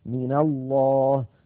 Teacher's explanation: فالأمثلة التي أمامنا: من الله، أصلها من حرف جر نونه ساكنة، فلما التقت مع لفظ الجلالة وأول لفظ الجلالة لام ساكنة تحرك الأول بالفتح لأن الفتح أخف الحركات فصارت من الله عليكم للقتال.